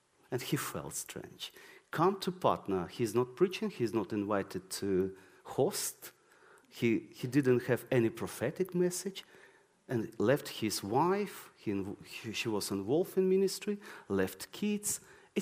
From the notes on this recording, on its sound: This sermon was recorded on Sunday 7th May 2023 at our Putnoe venue.